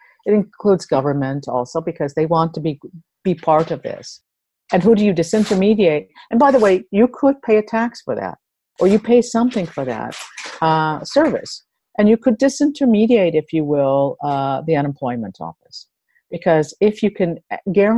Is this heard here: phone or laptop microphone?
no